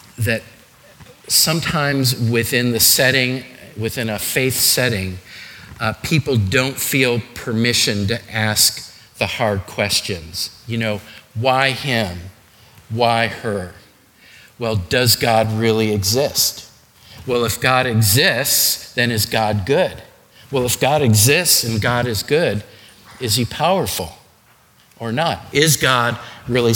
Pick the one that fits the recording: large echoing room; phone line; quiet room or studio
large echoing room